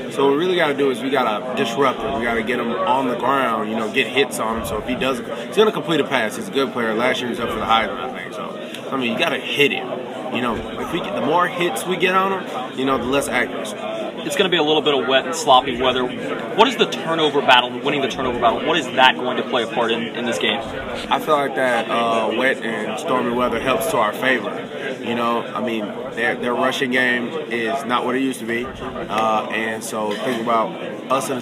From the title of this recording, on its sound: Live From The 2015 Belk Bowl